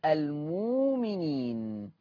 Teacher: الهمزة ساكنة هنبدلها وهتبدل بواو مادية فتصير المؤمنين.